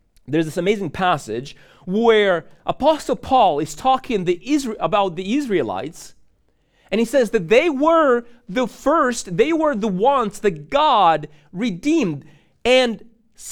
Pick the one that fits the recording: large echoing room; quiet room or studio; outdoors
large echoing room